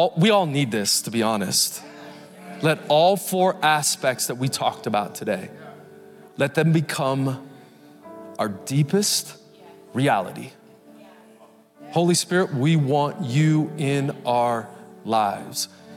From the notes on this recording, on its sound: Recorded Live at Capital Church in Meridian, Idaho